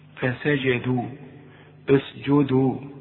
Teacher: فسجدوا كلها حروف مرققة، لكن كل جيم في القرآن تعطش